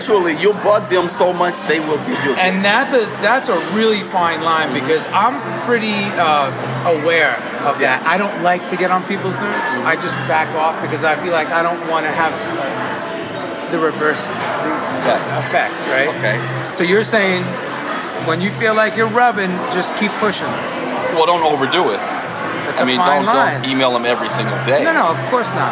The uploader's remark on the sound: We caught up after that first gig we played together over some grub in Vegas. Please forgive the background noise.